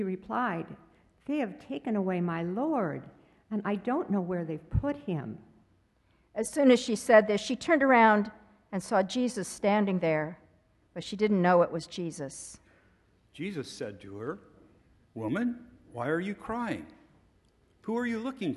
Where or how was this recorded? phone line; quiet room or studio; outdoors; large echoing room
large echoing room